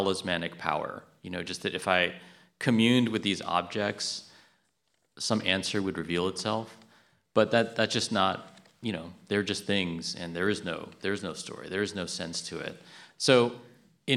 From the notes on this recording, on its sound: We bring you an event from the 2022 Portland Book Festival, which took place on Saturday, November 5, 2022. The hour is split into two halves of thematically related conversations.